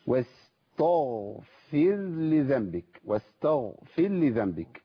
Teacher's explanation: تفخيم للتاء وخليتها قريبه من الطاء. واستغفر، الراء هنا راحت مني خالص، واستغفر لذنبك.